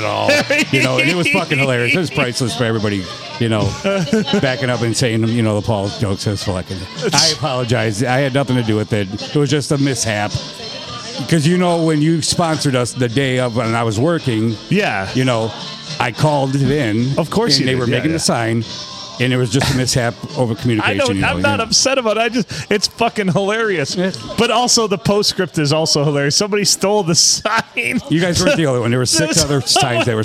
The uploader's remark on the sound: Recorded and a round table with a "reserved" bottle in the middle at the Blue.